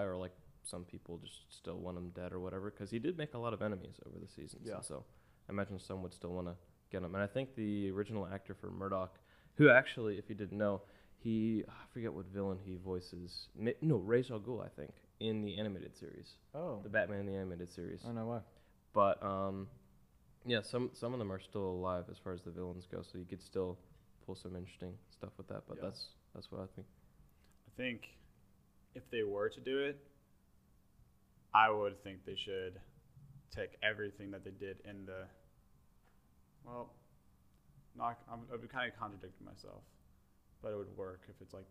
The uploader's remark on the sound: AUDIO LEVEL LOW